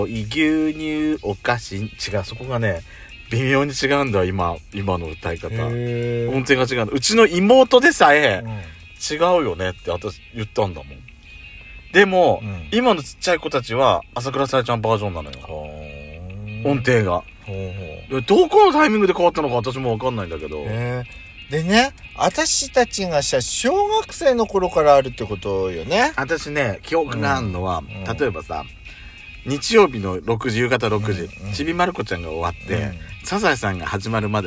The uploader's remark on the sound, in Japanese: パーキング収録